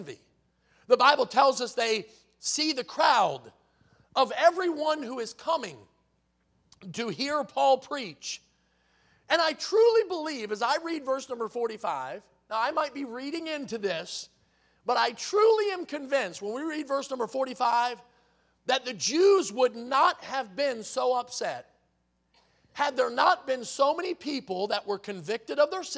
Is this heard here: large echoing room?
yes